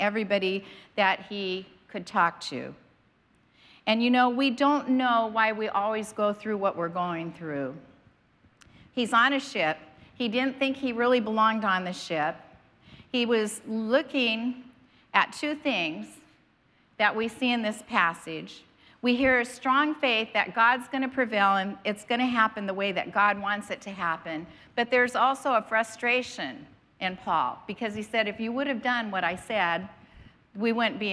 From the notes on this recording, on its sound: was preached on March 27th at the 10AM service.